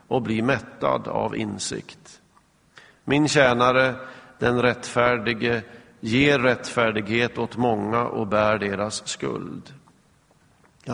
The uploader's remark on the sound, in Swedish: Inspelad i Smyrnakyrkan, Göteborg 2011-04-22.